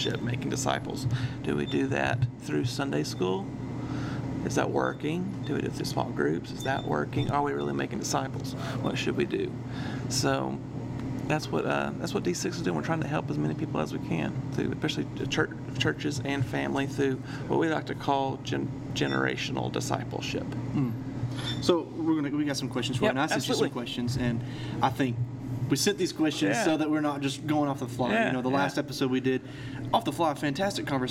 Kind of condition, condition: fault, sounds in the background